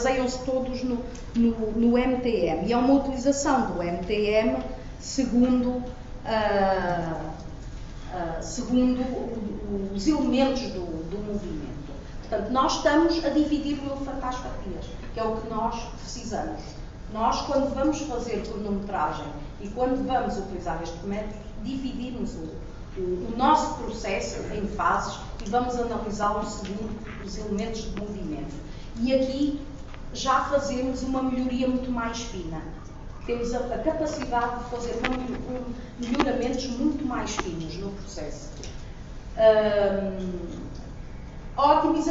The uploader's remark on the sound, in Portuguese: Audio da primeira comunicação das XVI Jornadas de Boas Práticas Lean.